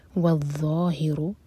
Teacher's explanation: یہاں پر زا کا ساؤنڈ بالکل نہ آئے